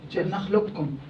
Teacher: تخيل إنه ما في قاف وعندك كاف مشددة · Term: الإضغام الكامل